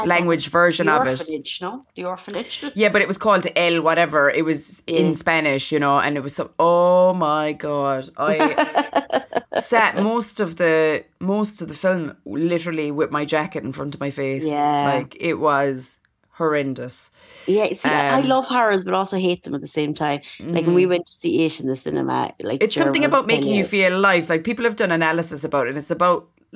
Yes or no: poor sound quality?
no